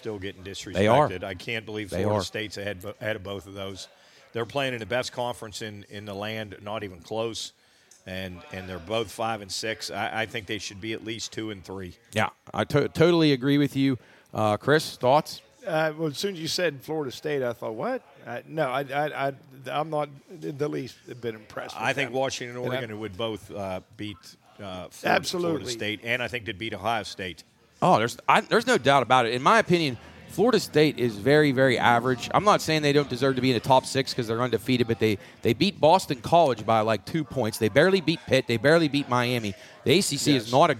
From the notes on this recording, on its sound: LIVE from Belmont Brewerks in Martins Ferry, Ohio. Warmed by the fireside.